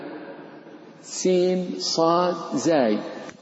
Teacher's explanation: طرف اللسان مع أطراف الثنايا السفلى مع العليا · Term: حروف الصفير